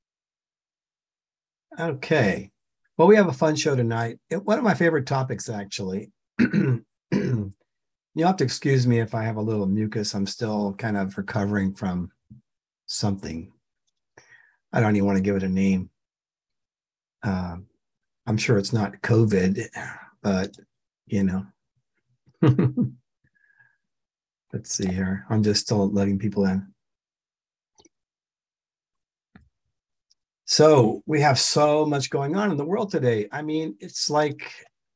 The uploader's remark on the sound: The shows are now all hosted on Zoom.